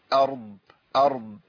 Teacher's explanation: وبعدين الضاد عندنا رخوة فيها صوت بيجري، فاكرين حضرتك لما كنا بنتكلم على الصفات قلنا رخوة معناها جرين الصوت.